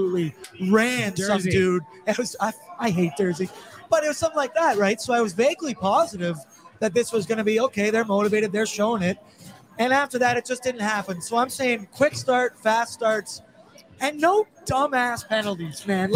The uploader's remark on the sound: LIVE FROM GRETA!